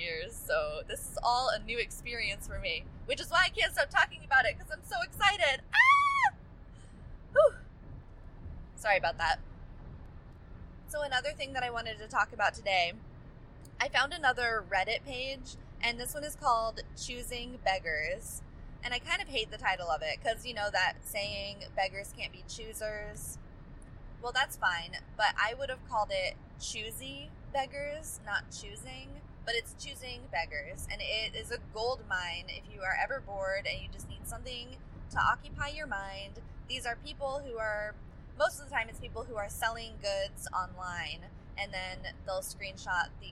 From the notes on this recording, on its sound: suffering through subpar audio as I drive to my parents' house in the rain